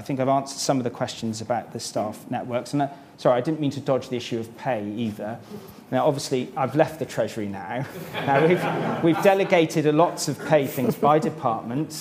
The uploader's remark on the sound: For a keynote speech at Government 2024, the IfG’s annual conference with Grant Thornton UK LLP.